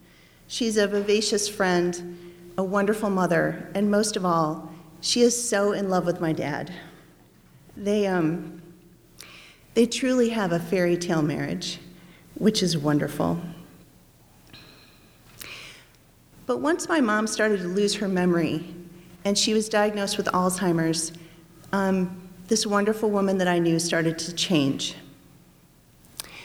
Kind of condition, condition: setting, live audience